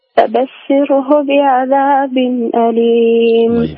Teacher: مرققة لكن مع سكون بدون قلقلة، لا تخرج. فبشره بعذاب، تحكم شوي في طرف اللسان.